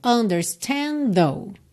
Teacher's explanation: A gente já junta o final de understand com though